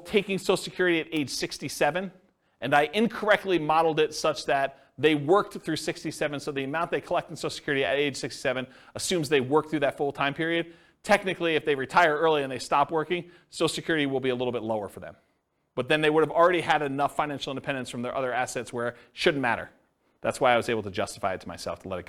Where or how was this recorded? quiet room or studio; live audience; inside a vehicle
live audience